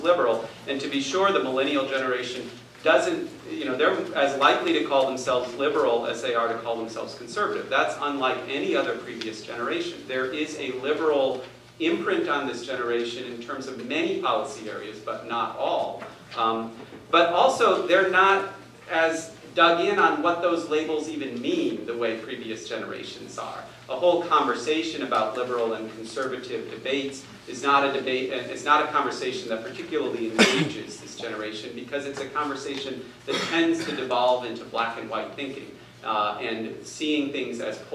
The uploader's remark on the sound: Addresses Ripon Society's Annual Symposium on March 7, 2014